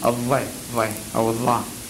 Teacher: الضاد التي يكون اللسان خلف الأسنان فيها